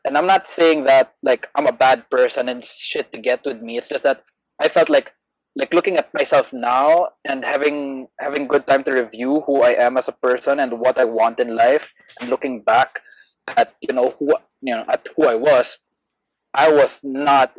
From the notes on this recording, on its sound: These episodes were recorded online given quarantine restrictions - audio quality may differ between the three hosts.